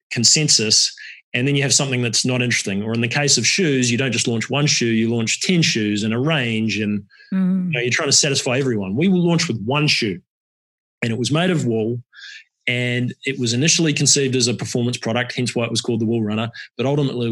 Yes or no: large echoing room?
no